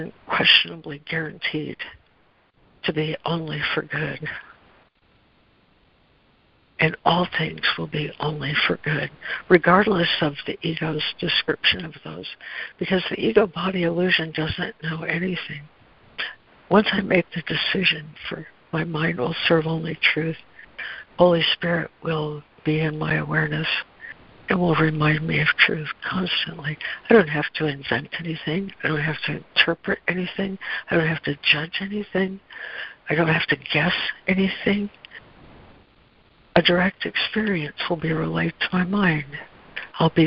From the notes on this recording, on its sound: ACIM Daily Conference Call